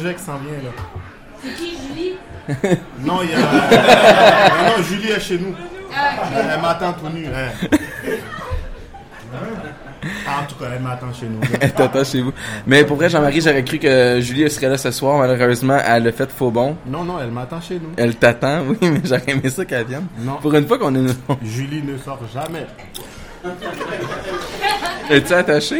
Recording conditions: live audience